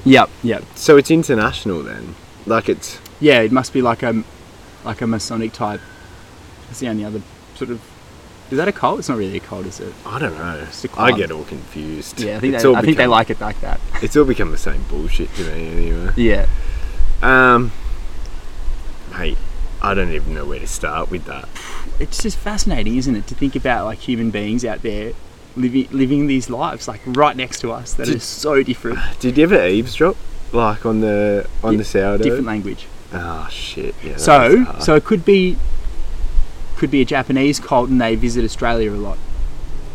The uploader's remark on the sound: We lit a couple of homemade candles to kick this one off, which was a challenge in the wind. There’s a tiny bit of wobbly sound around the 10minute mark as nature joined us shooting the breeze, but otherwise it’s a crystal clear yarn from yet another incredibly picturesque cove of Sydney harbour. It was a bloody treat to be back in the bush with the microphone after an extended hiatus.